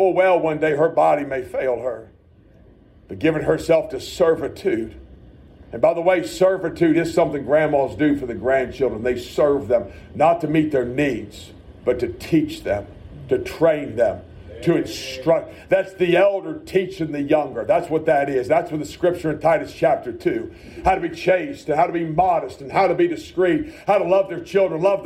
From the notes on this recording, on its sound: A message preached at Shippensburg Independent Baptist Church.